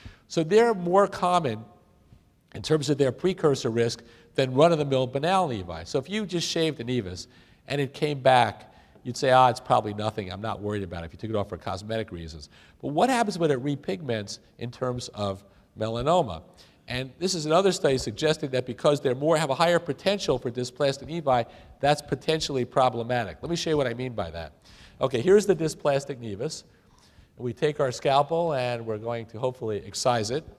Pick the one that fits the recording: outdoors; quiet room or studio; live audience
live audience